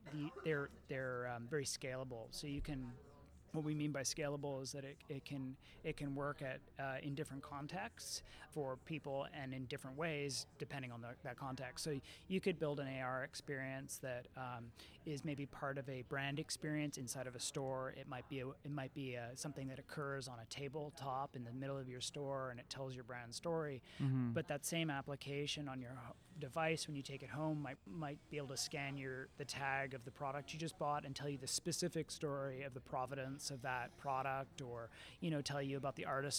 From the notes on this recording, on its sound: Recorded: Friday January 18, 2019 at 10:00 am (EST) at the Interior Design Show. At Jam3.